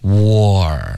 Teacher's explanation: 注意你的嘴唇会慢慢的分开，导致一个滑动